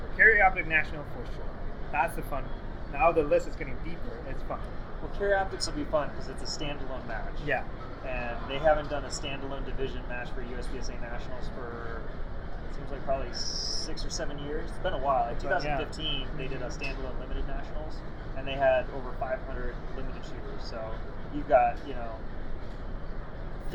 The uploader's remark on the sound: SHOT Show 2022. Unfortunately, there was no ceiling to this space. There was a lot of "crowd noise" from SHOT Show attendees.